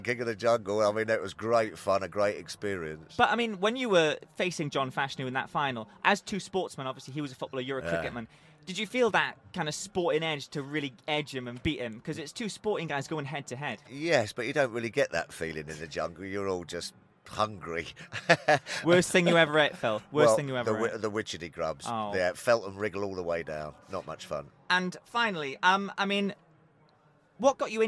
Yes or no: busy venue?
yes